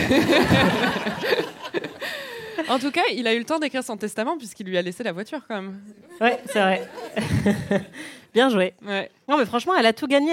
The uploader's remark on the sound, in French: Enregistré en direct et en public à la médiathèque Marguerite-Duras, dans le XXe arrondissement de Paris.